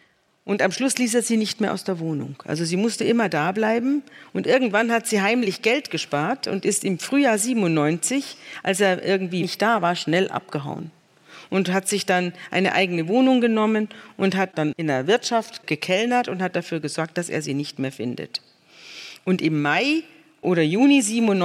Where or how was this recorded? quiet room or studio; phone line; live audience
live audience